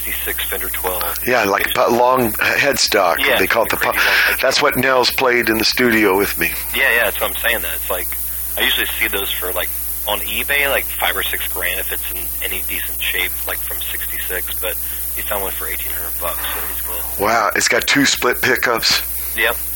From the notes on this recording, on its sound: telephone interviews